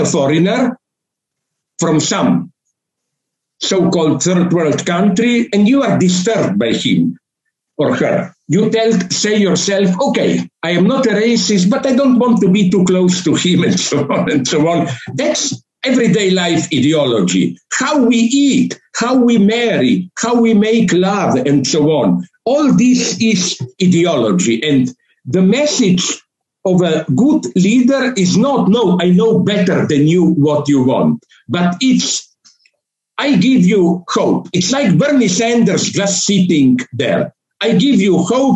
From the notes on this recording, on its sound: A talk delivered for the Kobani University in Syria via Zoom (due to covid-19 circumstances).